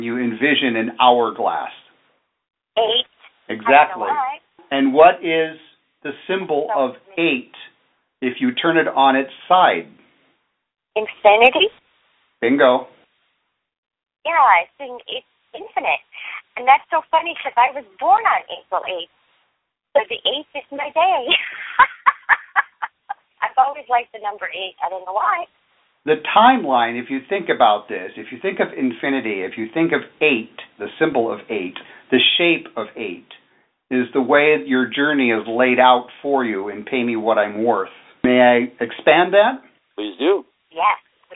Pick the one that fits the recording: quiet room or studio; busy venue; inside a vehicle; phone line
phone line